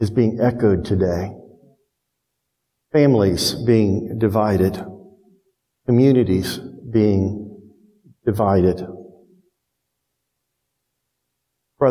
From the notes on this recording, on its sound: Preached to Towne View Baptist Church in Kennesaw, Ga on 7/3/22. First preached to Towne View Baptist Church in Kennesaw, Ga.